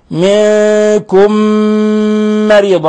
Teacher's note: ولاحظوا إطباق الشفتين، ولاحظوا الغنة من الخشوم. منكم مريضا، مريضا، ترقيق الراء لأنها مكسورة.